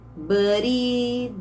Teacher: a gente vai unir aqui esse T do but, vai ficar com som de R